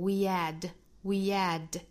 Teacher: we 和 add 连读成 we add 加一个小小的半元音 ye